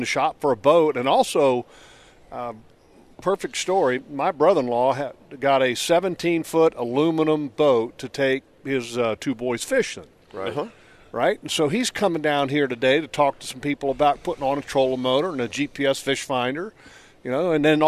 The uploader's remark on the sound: LIVE From the Jacksonville Boat Show! The guys were broadcasting live from Boat Central for this episode!